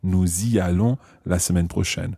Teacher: And notice that we pronounce the s of nous y allons. Okay, the nous has the s pronounced here because it's followed by a vowel sound